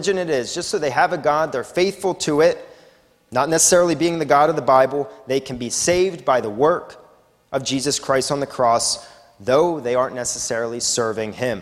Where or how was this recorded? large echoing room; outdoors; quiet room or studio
large echoing room